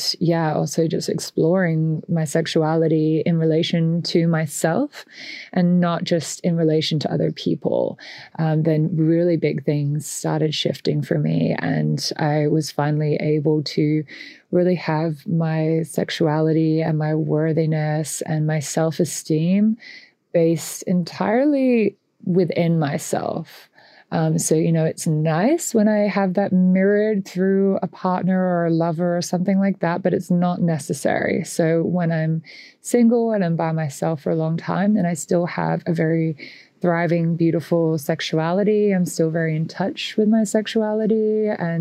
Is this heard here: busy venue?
no